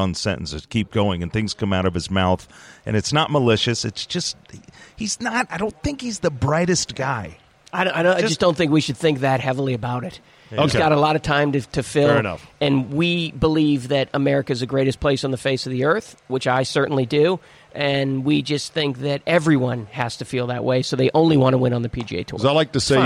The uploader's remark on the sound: Taped live at GolfDom Golf in Tyson's Corner, VA.